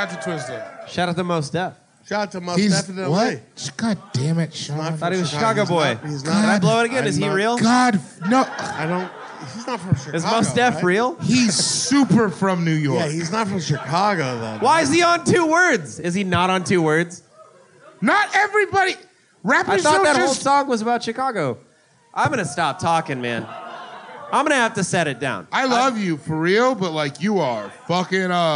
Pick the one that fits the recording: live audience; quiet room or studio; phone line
live audience